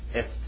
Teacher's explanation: Modern Hebrew would say et. The biblical Hebrew is et with a TH sound, a little bit of H in there.